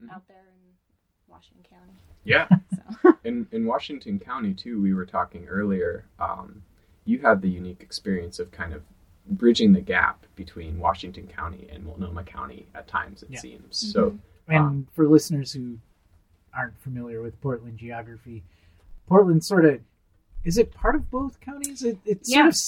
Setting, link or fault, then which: fault, poor microphone